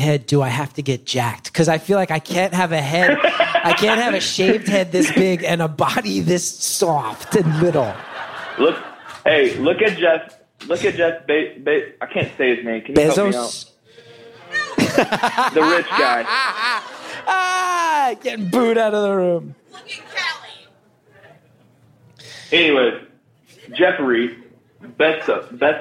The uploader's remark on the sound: Live From Philly